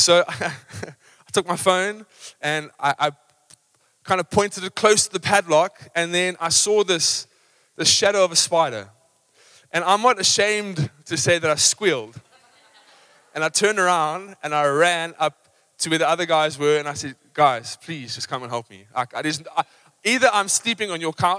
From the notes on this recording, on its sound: Recorded live on Sunday the 15th October 2023